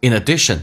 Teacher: 此外有一个连音 in addition,这个 n 是发两次的